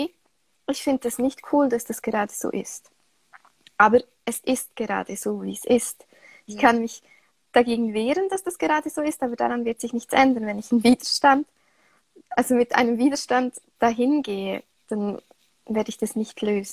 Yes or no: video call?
yes